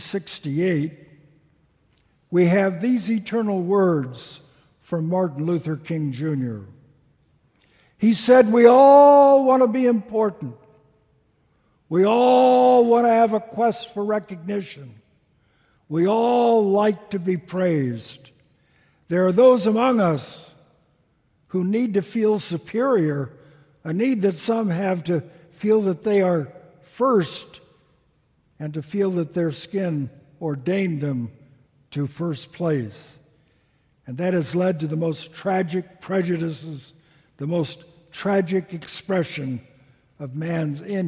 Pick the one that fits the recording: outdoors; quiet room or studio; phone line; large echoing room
large echoing room